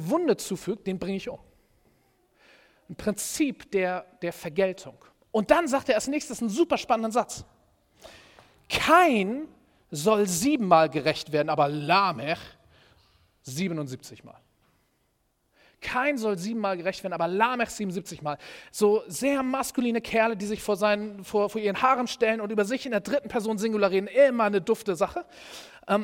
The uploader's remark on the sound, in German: Predigt im Rahmen des GreifBar+ Gottesdienstes